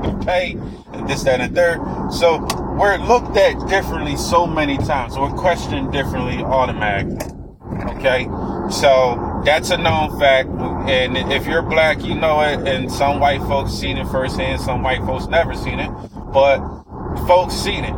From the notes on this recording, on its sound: I was driving while recording.